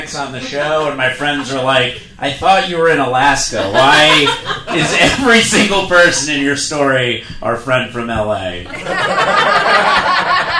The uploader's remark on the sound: Live in Alaska. This is the first ever K-Drama School podcast live recording at Anchorage, Alaska with the B4UDie Comedy Festival at E Street Theater.